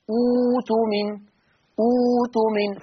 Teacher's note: أما عند البدء بها فتبدل الهمزة الساكنة واو